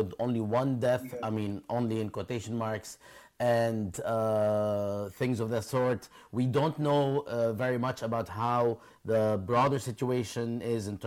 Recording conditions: video call